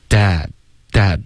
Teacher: dad，结尾不要加一个 n 的音，dad，它没有鼻音